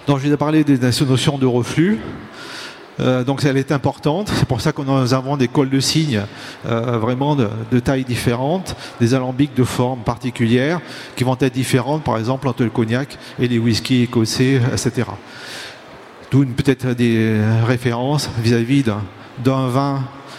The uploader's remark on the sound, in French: Conférence enregistrée le samedi 22 octobre 2022, au Salon du Brasseur. Au Salon du Brasseur. Suite à un incident technique, le début de la conférence n'est pas disponible.